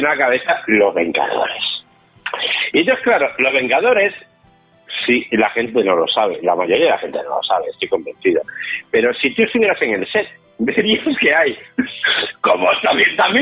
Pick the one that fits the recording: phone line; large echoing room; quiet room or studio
phone line